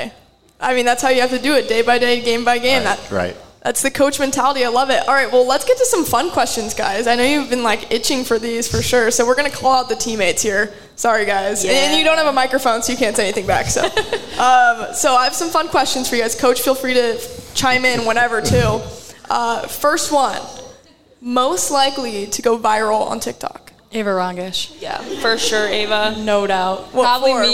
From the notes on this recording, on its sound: Live Show Edition. Hosted another live show at Hail Varsity Club.